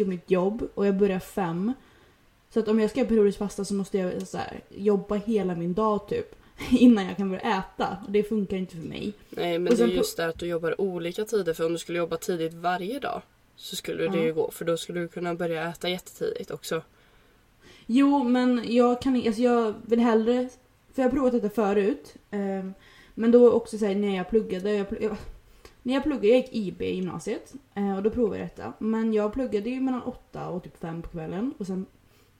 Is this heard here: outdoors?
no